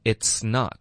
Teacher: it's 的这个字，这个字的变化没有什么，可是你需要注意这个 t 一定要爆破。很多学生有这个反应，喜欢发成 is。is,如果你发 is 呢，对方会联想到 is 这个字,ok,一定要爆,it's,舌头要顶上去，封住气流，爆,ok,相当中文我们的这个一次的这个 t 的开头。嗯、 it's not,这个 it's 的这个音呢，这个 s 的音要一直持续到 n 的音,ok,你不要中间停，气流要保持一致连发出来。 it's not,OK, not 的特音呢，我们要省略。那省略的方式，大家可以看视频，要咬舌头导致停顿。OK,大家看一下。OK, it's not.你看结尾，我咬了舌头。 OK,这个咬舌头的动作呢，是让我们导致停顿，同时也可以让我们连发到 that 的这个 th 音，因为这个音呢，就是舌头需要贴着上齿。Not.That,你不需要动嘴巴，你只要通过你的气流控制，从这个鼻音，嗯，那，然后再咬舌头，停顿，那，然后就可以连发到 z 了。嗯，right, that 的这个结尾特的音呢，我们要连读到 easy,然后同时特的音我们